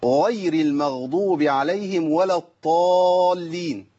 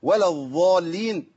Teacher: الناس اللي بتبدل الضاد بالظاء ويظن انه ياتي بضاد صحيحه عربيه، ده خطا · Shown in: second take